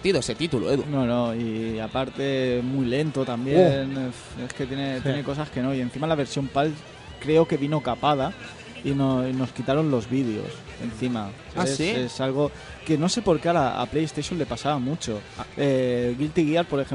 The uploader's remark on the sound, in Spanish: En este programa emitido en directo desde el Salon del Manga